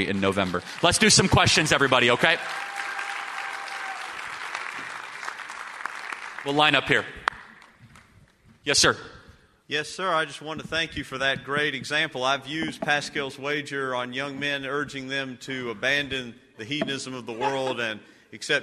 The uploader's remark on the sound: LIVE at the Restoring National Confidence Summit